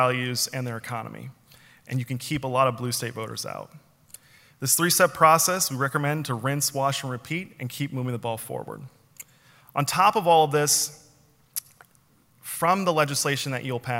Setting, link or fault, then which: setting, live audience